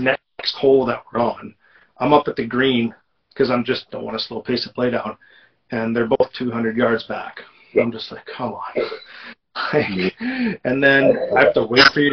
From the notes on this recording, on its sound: Apologies for the not so stellar audio.